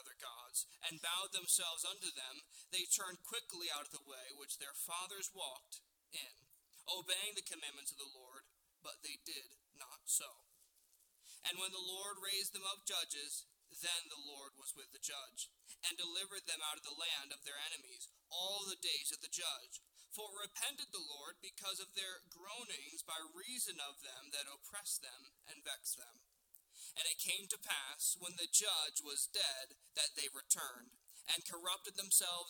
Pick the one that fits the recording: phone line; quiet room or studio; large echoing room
large echoing room